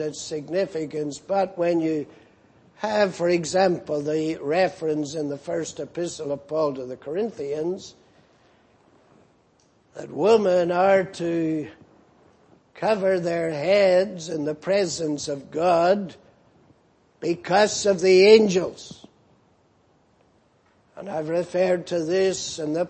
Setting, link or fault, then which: setting, large echoing room